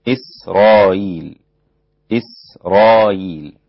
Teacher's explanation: إذا وقف عليها حمزة سهل الهمزة